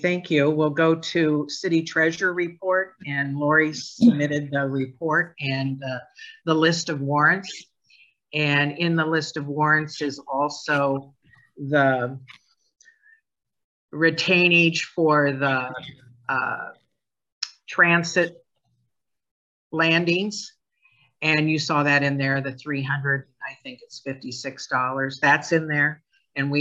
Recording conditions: video call